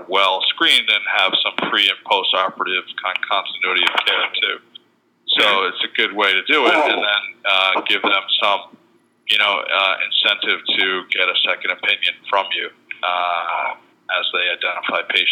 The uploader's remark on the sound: Medical Innovation Summit Q&A Conference Call